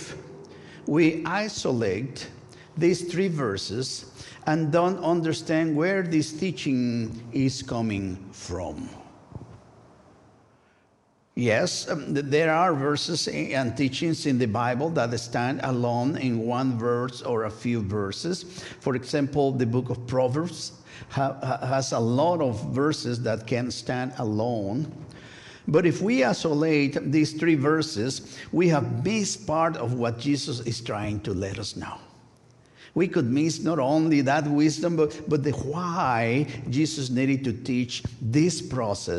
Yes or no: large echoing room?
yes